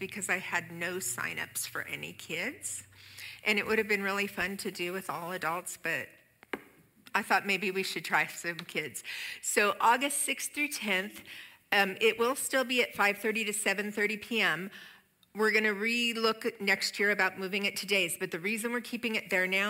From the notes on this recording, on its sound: 10am Worship. Audio of our worship service on 6/25/23. Streamed live on video from our campus in Westlake Village, CA.